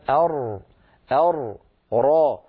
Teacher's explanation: الراء من طرف اللسان مع ما يحاذيه من الحنك الأعلى